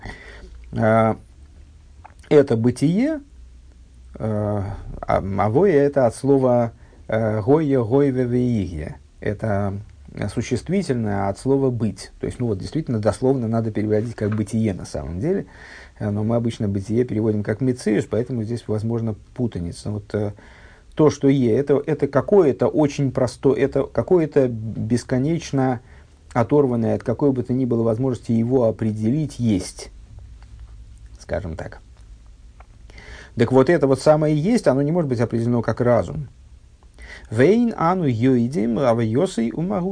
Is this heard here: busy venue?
no